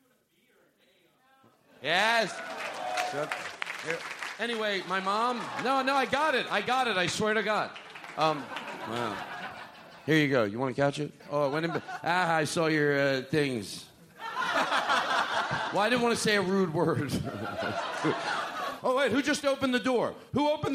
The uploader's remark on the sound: Live from the LA Podcast Festival 2016. Live at the LA Podcast Festival with a few special drop-ins!